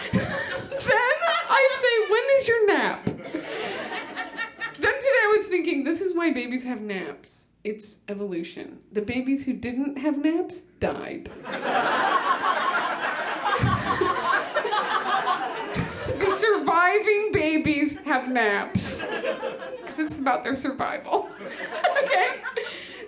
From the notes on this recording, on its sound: Format: Original Recording. These performances were recorded at the Un-Cabaret on August 13, 2000, and February 4, 2001.